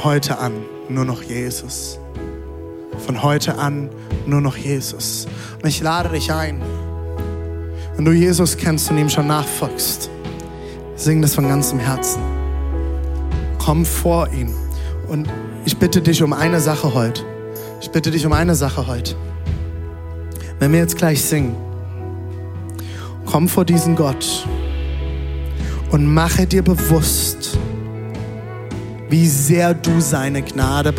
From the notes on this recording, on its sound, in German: Audiomitschnitt der Predigt